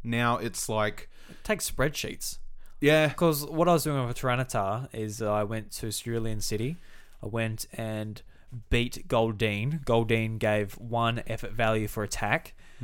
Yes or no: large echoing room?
no